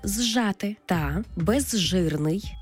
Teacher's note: Це і є уподібнення. Наприклад, з плюс ж утворюється подовжений звук ж